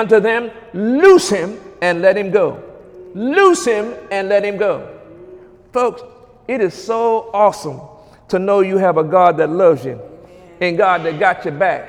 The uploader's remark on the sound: During Wednesday night service on November 29, 2017